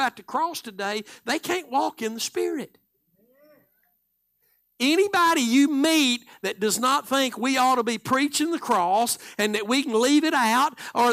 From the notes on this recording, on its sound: Live Sunday Morning Service